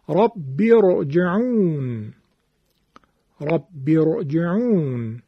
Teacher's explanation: پنجم، اینو دقت کنید، راء ساکنه ای که ما قبلش همزه وصل باشد، اگرچه حرکت ما قبل راء در یک همچین شرایطی کسره هم حتی باشد، اما همینقدر که همزه وصل ما قبل راء هست، این راء ما تفخیم میشه. مثال ربی رجعون، ربی رجعون.